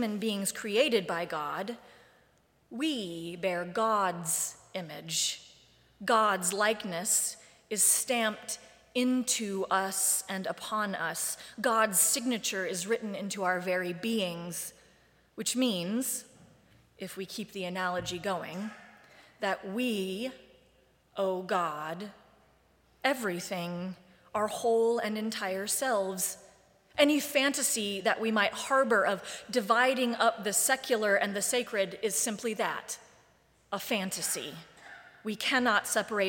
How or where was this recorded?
large echoing room